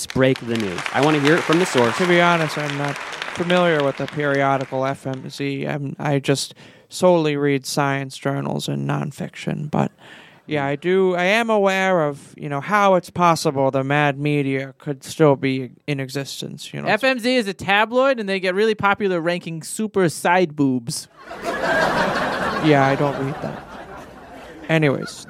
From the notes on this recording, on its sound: Recorded at Improv Asylum in Boston Massachusetts.